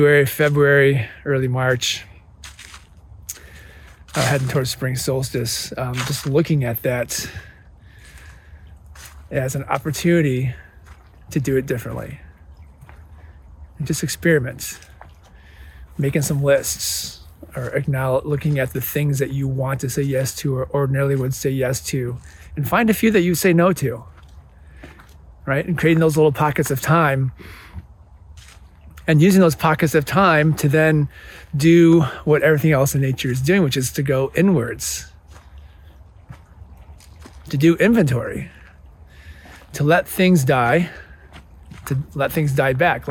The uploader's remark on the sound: Recorded in the bitter cold woods of Indiana.